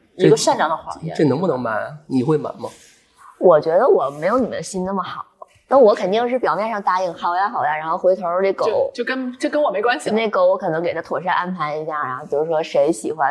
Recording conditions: background noise